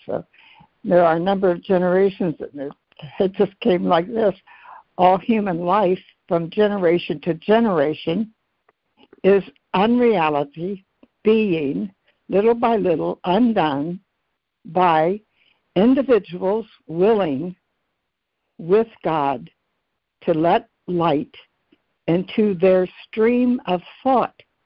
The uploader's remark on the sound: ACIM Daily Conference Call.